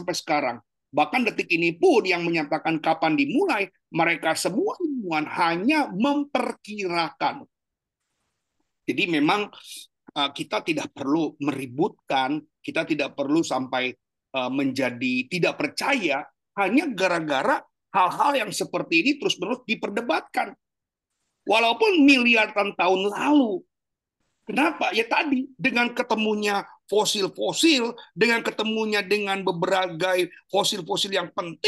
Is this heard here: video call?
yes